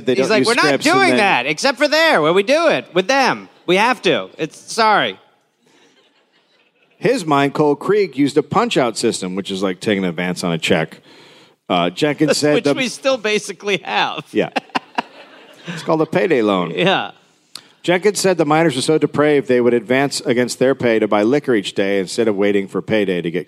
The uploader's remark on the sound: Recorded live in Nashville.